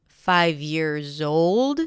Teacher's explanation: 5 years old, stress on old, years in plural.